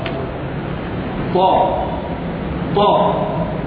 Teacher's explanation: وإذا وضعت فيها الاستعلاء قلت طا طا طا، بل أدخلت الإطباق طا طا، تجد حيزا مكانيا كبيرا من اللسان ارتفع لاعلى الحنك